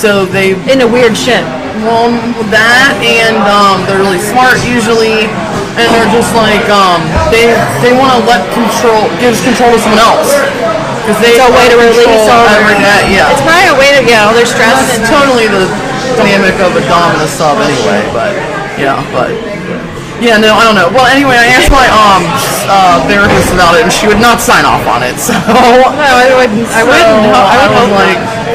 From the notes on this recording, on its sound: LIVE at Molly Malones in Covington, KY